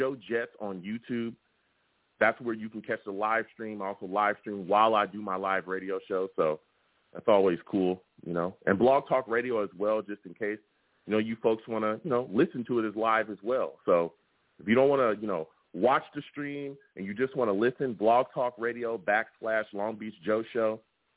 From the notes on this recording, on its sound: I also take live callers!